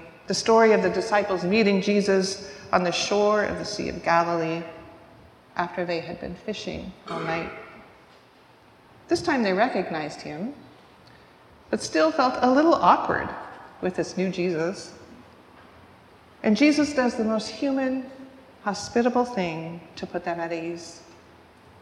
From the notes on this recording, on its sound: recorded live at the 10:00am service on Ascension Sunday, May 21st, 2023.